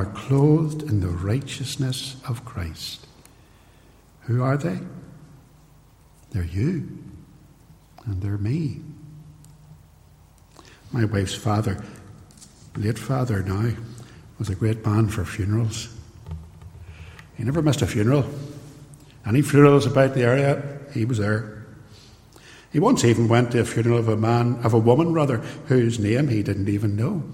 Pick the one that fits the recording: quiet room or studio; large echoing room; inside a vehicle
large echoing room